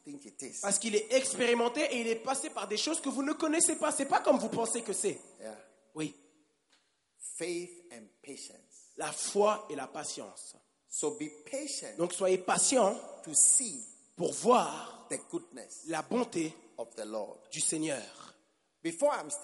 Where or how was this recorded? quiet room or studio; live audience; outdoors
live audience